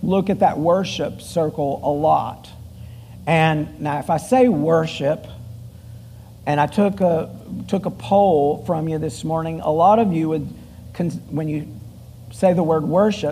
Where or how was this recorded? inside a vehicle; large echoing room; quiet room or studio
large echoing room